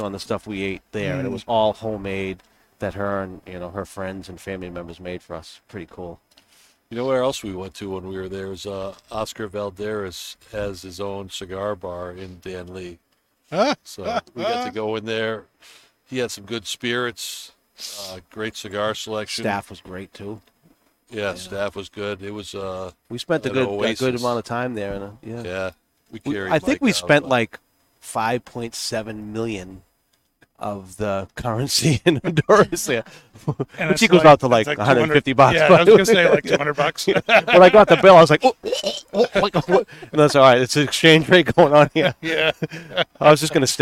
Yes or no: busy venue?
yes